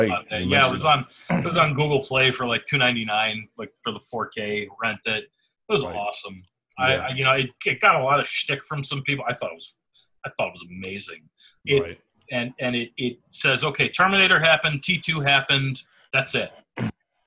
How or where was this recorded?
video call